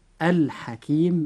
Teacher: فإذا وقع أي حرف من هذه الحروف بعد اللام في أي كلمة فتنطق هذه اللام عن طريق الإظهار، فنقول مثلا في كلمة الحكيم الحكيم بإظهار اللام لأن الحاء وقع بعد حرف اللام في هذه الكلمة